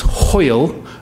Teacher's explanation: I'm going to rhymes with loyal. It's hoyle with an H guttural